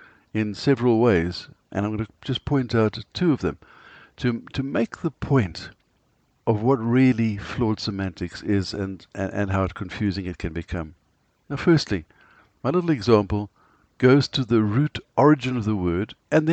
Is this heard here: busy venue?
no